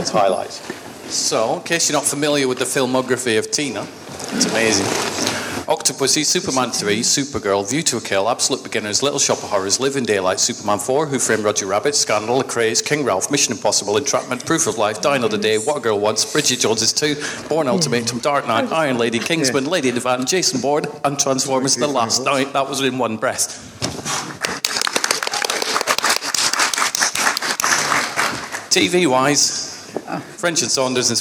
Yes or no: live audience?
yes